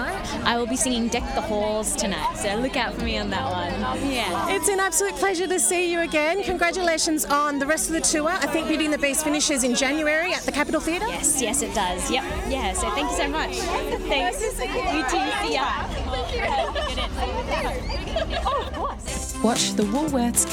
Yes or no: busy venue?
yes